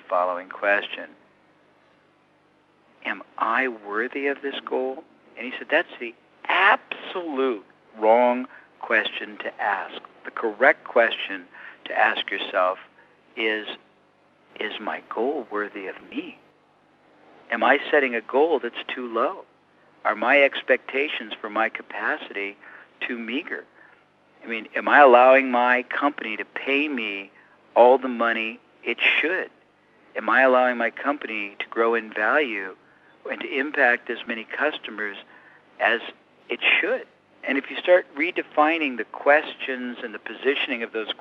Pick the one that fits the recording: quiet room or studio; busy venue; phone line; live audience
phone line